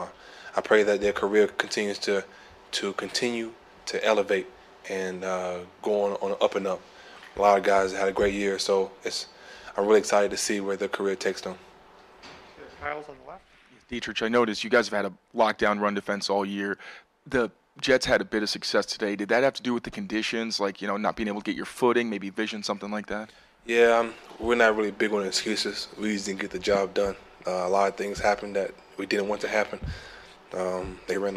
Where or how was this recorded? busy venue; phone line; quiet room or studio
busy venue